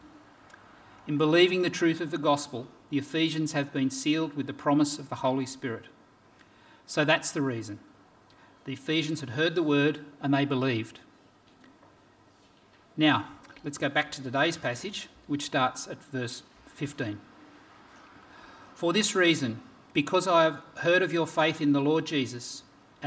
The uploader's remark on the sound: This sermon was preached on 21st January 2024 at all services of Helensburgh and Stanwell Park Anglican Church.